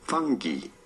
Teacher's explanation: In British English, it is usually pronounced as fungi. You do want to stress on the first syllable, the fun syllable, fungi. In American English, however, it is usually said as fungi.